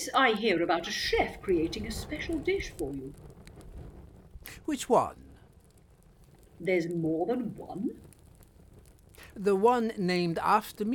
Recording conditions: poor sound quality